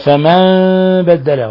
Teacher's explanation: نون ساكنة جاء بعدها حرف الباء فقلبت النون الساكنة عند الباء ميما مخفى